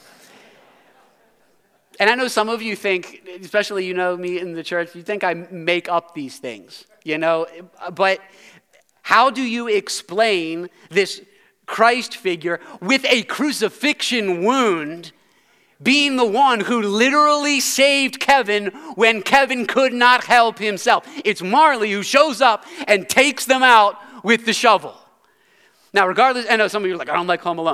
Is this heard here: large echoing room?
yes